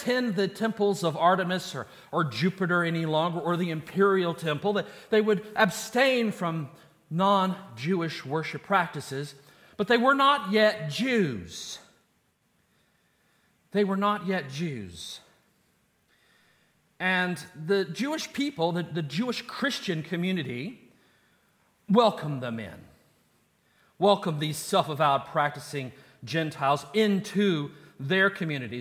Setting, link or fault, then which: setting, large echoing room